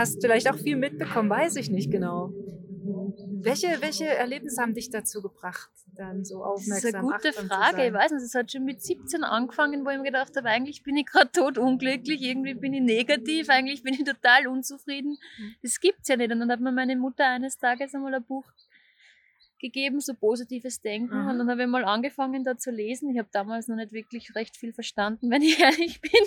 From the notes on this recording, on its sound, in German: wurde dieses Wunder-Interview aufgezeichnet - mitten auf einer Parkbank in Einsiedeln in der Schwyz